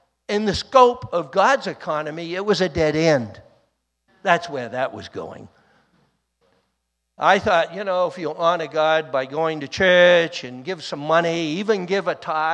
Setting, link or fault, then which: setting, large echoing room